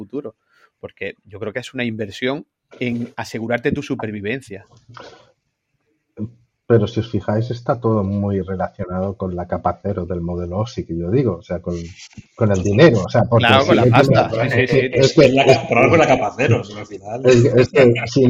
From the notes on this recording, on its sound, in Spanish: Nos hemos juntado 5 amigos a charlar. Alrededor de una sala de Zencastr y hemos grabado algo más de una hora de charla informal.